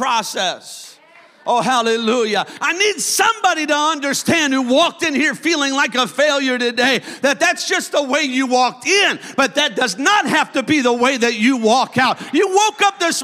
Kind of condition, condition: setting, large echoing room